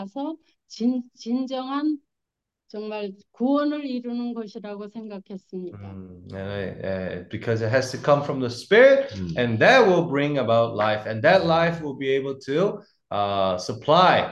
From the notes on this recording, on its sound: Zoom meeting